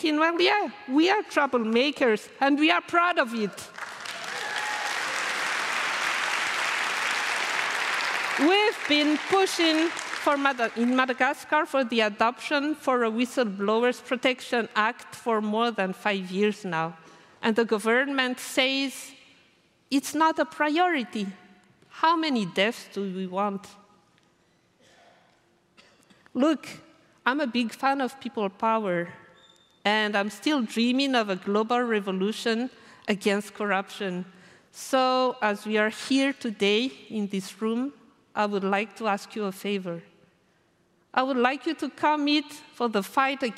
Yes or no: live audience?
yes